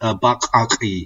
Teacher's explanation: You get these so-called glottalized sounds, which is where like you're doing something a little bit unusual with your glottis, your voice box.